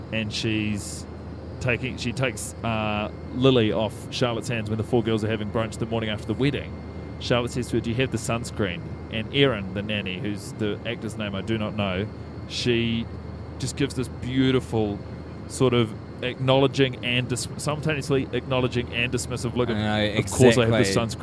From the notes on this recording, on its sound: The pilot is mic'ed up